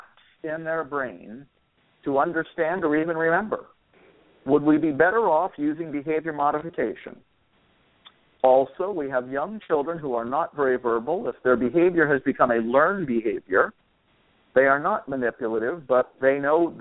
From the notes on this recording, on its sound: a dad called in to provide us with an update